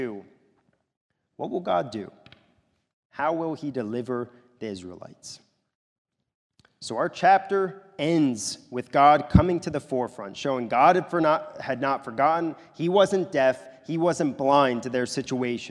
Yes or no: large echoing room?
yes